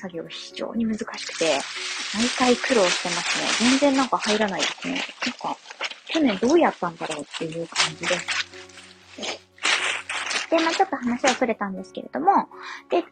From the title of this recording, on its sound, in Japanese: 雑音入り